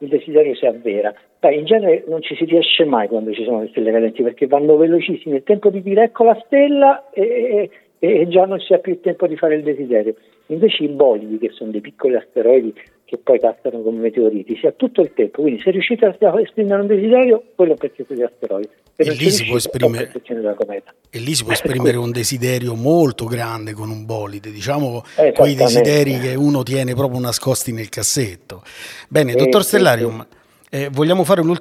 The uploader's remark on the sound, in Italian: Il nuovo episodio è un vero e proprio speciale realizzato per il Festival delle scienze di Roma. Al microfono si sono alternati degli ospiti speciali, alcuni presenti nel pubblico della Casa del Podcast a Technotown altri interpellati al telefono.